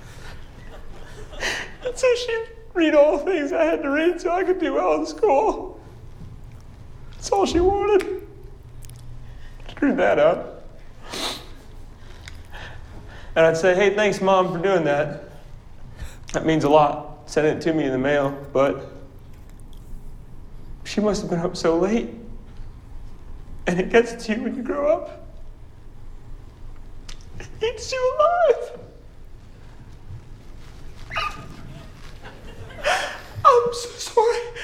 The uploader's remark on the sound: A full house at Chicago's Logan Center for the Arts. Live 2018 Wrap Party.